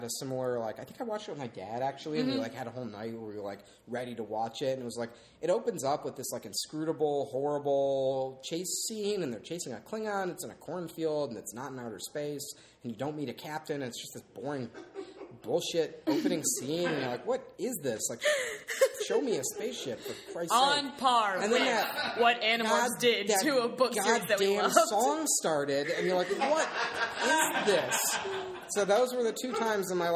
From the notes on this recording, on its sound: Getting laughs from a live audience and being flanked by some other incredible past guests along the way.